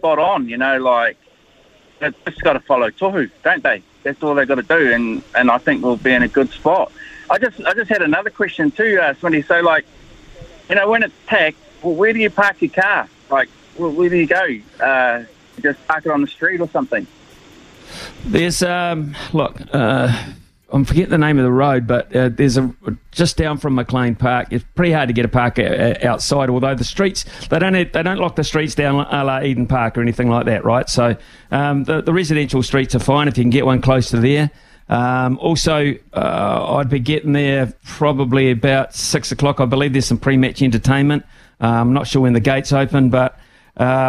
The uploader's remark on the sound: We've thrown the phonelines open